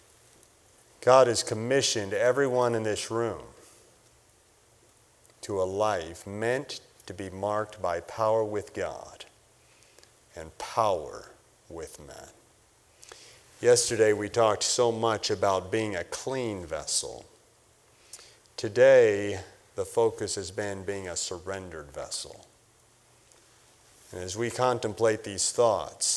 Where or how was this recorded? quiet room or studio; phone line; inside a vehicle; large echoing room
large echoing room